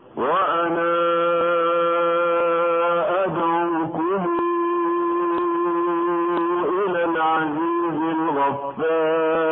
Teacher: أما ورش فالمد المنفصل عنده يمد بمقدار ست حركات